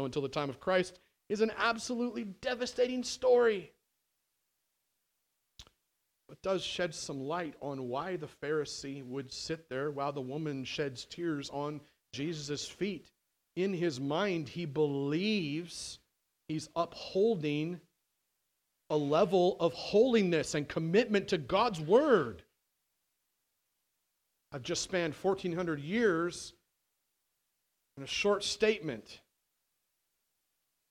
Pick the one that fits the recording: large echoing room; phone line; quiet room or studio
large echoing room